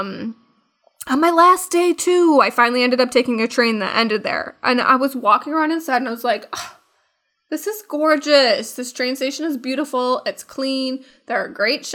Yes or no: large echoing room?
no